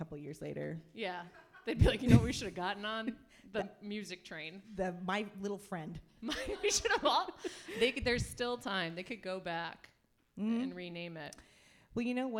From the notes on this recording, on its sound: LIVE FROM THE COMEDY ARENA. Our live show. The first ever live recording of Unstable Topics had the best besties at The Comedy Arena in McKinney, Texas.